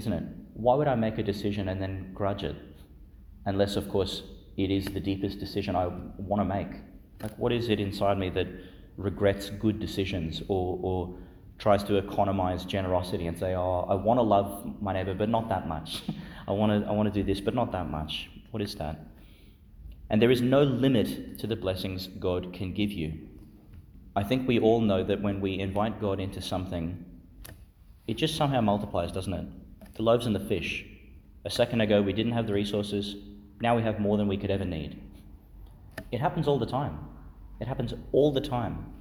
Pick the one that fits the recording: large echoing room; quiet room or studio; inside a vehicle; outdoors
large echoing room